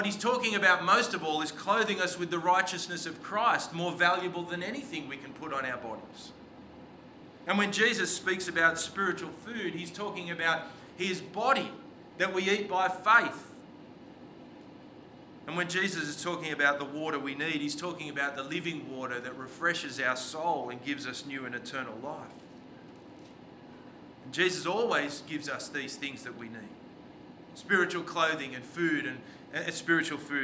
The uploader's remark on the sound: This sermon was preached on the 25th of June 2023 at all services of Helensburgh and Stanwell Park Anglican Church.